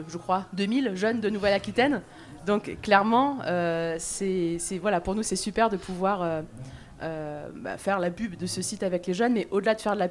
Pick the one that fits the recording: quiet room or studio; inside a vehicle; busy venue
busy venue